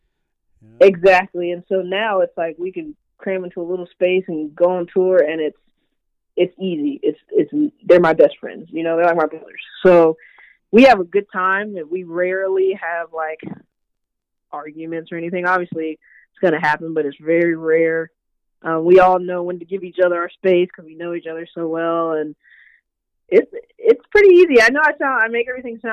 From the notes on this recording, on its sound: talks over the phone